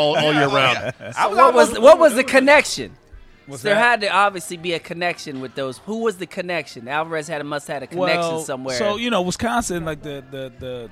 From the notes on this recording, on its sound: RECORDED LIVE at DC PRIME STEAKS in Ashburn VA.